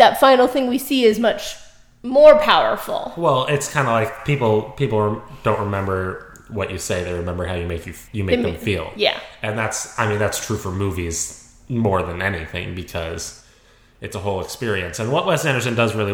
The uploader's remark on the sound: Sorry the audio is super echo-ey in this episode!